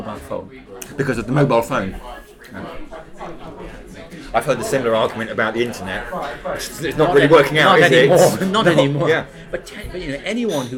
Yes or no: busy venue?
yes